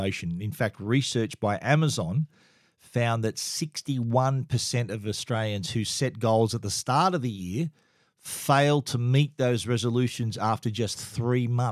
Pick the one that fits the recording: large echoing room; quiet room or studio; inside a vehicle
quiet room or studio